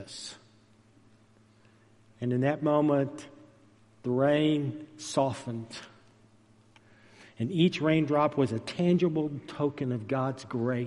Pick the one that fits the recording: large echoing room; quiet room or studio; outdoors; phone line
large echoing room